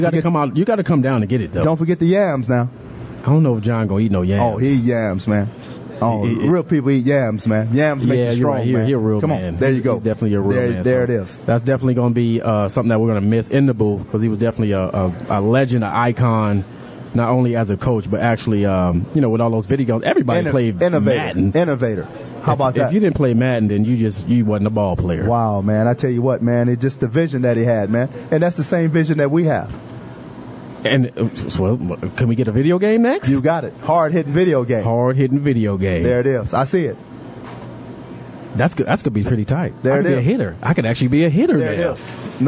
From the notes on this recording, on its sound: Live From Fat Daddys'